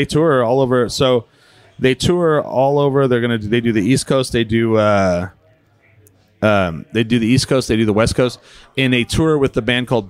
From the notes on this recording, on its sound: Recorded at Sidetrack Brewing (sidetrackbrewing.net)in ABQ NM.